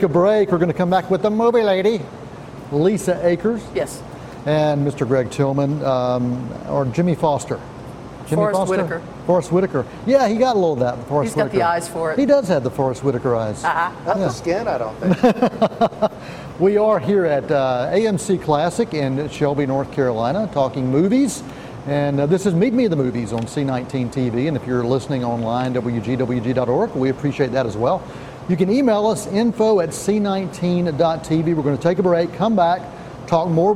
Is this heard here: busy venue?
yes